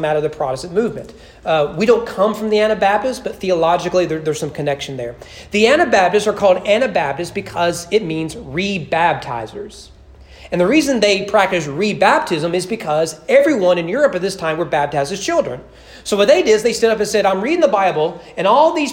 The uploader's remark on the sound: Sermon preached at East Frankfort Baptist Church on February 14, 2021 during morning worship.